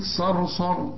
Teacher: صرصر الصاد مفخمة، الراء الأولى مفخمة لأن قبلها مفتوح، الراء الثانية ترقق عند الوصل إنما تفخم عند الوقف لأن قبلها مفتوح برضه، يعني تقول صرصر.